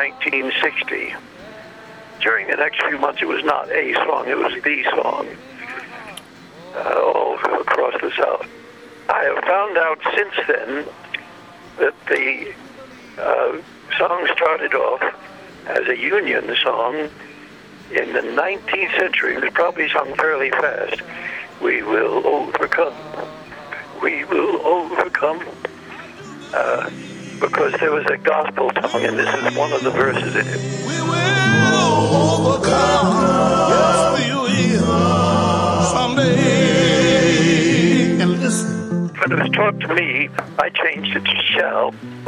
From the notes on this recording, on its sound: By phone. On his way to a performance.